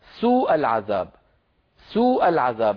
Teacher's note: ترك المقدار الزائد في مد الواو، ولم يتلقى هذا اللفظ عن رسول الله سوء العذاب، وإنما تلقي عنه سوء العذاب ممدودا هكذا. · Term: اللحن الخفي